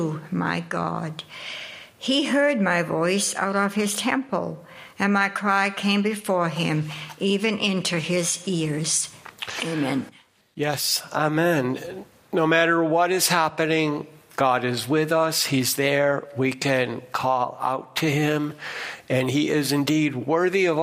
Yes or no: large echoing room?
yes